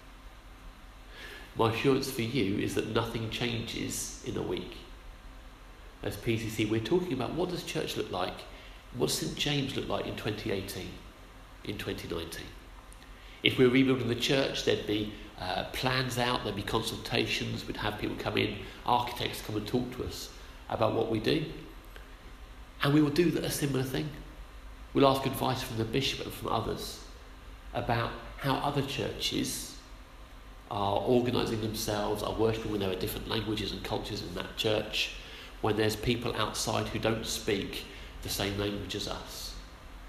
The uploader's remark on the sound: Our sermon from the 9am service